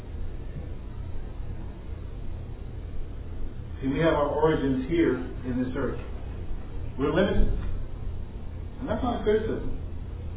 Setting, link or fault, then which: setting, busy venue